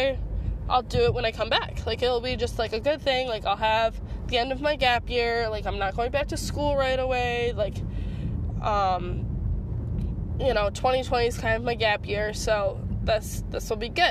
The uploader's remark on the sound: Audio journaling in my car.